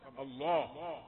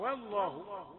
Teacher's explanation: لا تجعل فرصة للحرف الذي قبل لام الجلالة أن يفخم. لام الجلالة مفخمة الله لكن الواو رققة والله